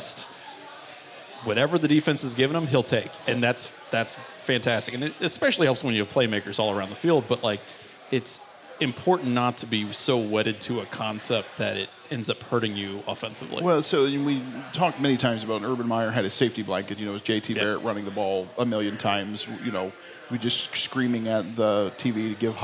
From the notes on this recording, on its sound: The Dubcast kicks off its Buffalo Wild Wings road show with a recording from the Grandview location with an audience of rowdy Cleveland Browns fans.